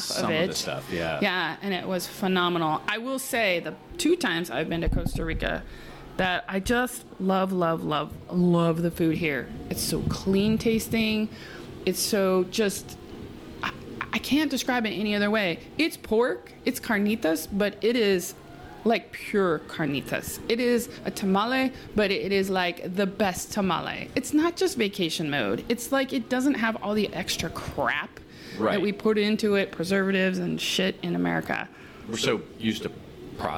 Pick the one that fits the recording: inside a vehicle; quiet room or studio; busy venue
busy venue